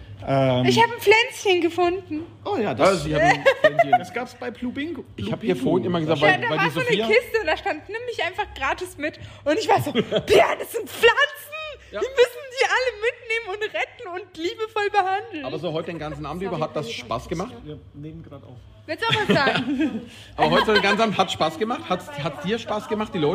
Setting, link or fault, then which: setting, busy venue